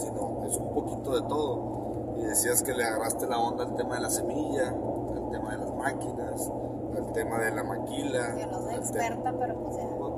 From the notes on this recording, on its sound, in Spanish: Un podcast que grabamos en carretera en un viaje familiar